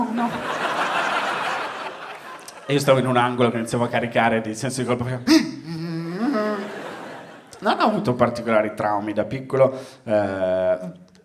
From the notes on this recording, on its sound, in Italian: Registrato a Firenze al Teatro Puccini.